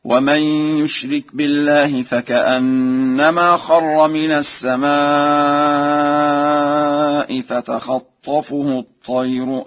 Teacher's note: قرأها ورش بفتح الخاء وتشديد الطاء هكذا